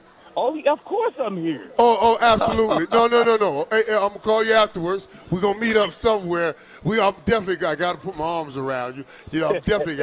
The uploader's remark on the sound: LIVE FROM CAESAR'S PALACE